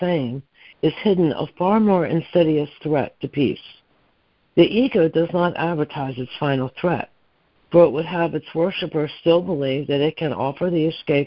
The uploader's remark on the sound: ACIM Daily Conference Call.